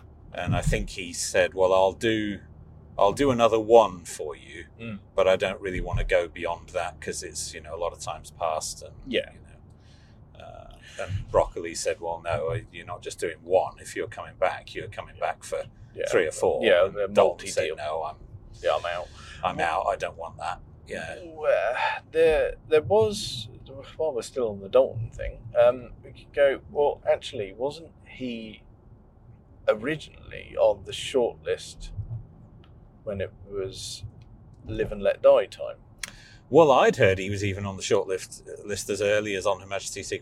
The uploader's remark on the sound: new car while we're out for a spin!